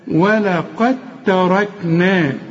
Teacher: هنا الدال حتغمها في التاء